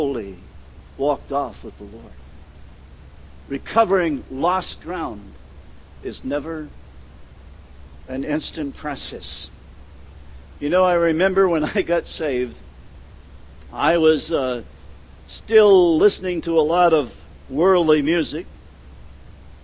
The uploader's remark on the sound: at The People’s Church of Somerville, NB on the evening of June 15, 2014